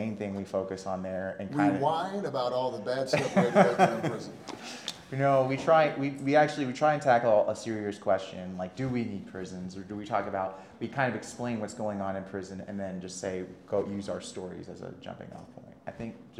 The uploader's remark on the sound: Fan Expo Panel. Make their first in-person appearance together at Fan Expo Denver as they host a panel. Plus, the audience asks some great questions!